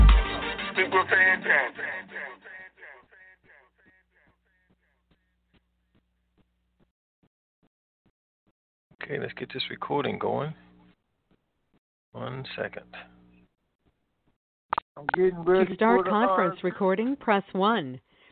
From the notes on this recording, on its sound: TNTSuperfantastic Conference Call.